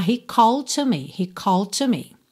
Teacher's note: o D de called e o T de to se juntam num som só